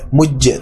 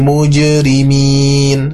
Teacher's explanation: qalqalah sugro ya, posisinya di tengah bacaan, maka qalqalahnya diringankan dan tidak berat · Shown in: second take · ya, tidak mujje tapi mujrimin gitu ya.